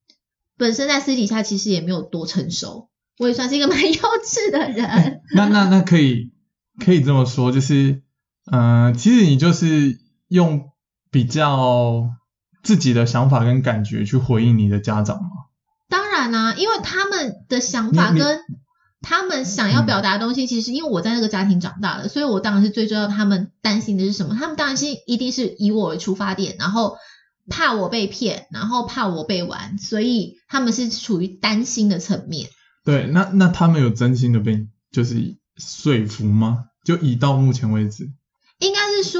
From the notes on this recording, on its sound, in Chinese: 本集錄音當下有點小問題，聲音品質受到影響，請見諒囉！